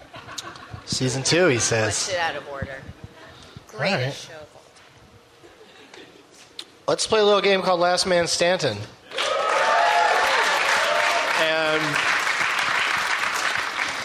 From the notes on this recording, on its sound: Live from the Gramercy Theatre in New York City